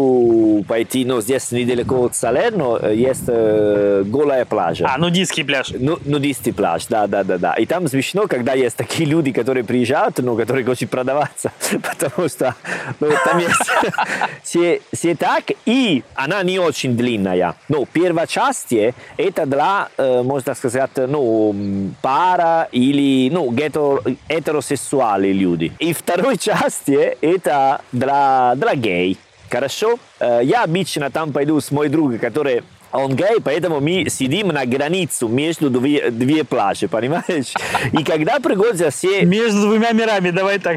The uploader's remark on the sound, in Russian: Записываем самый летний эпизод подкаста. Прямо на берегу моря